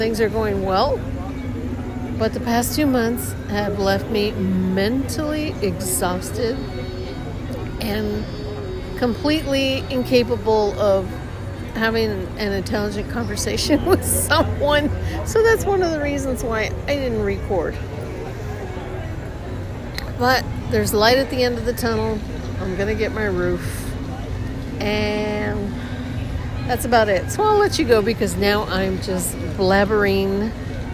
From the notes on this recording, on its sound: Disneyland. I hope you enjoy some sounds from the Park.